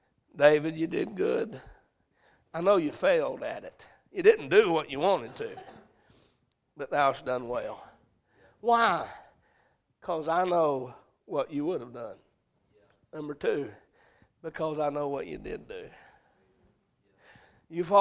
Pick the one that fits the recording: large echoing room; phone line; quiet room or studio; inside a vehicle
large echoing room